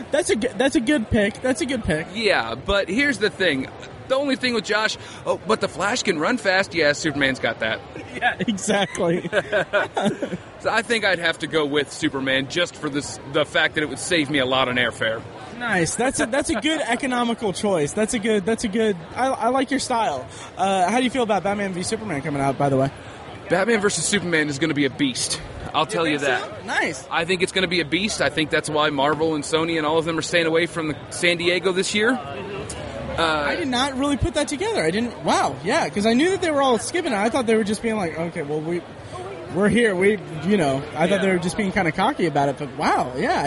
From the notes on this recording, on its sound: Indy PopCon 2015 - Wrap-up and Booth Recordings with Con Attendees.